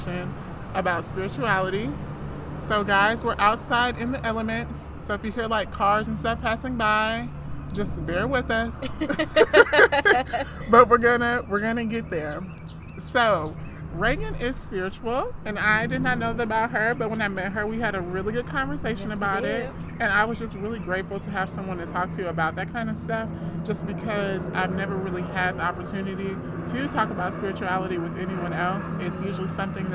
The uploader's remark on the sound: Talking over the occasional sounds of airplanes and background noise at Starbucks.